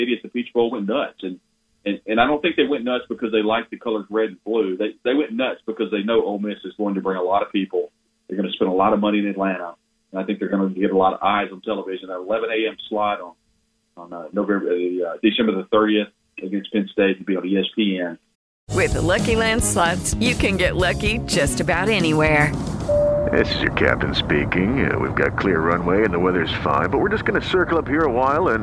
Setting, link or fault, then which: link, phone line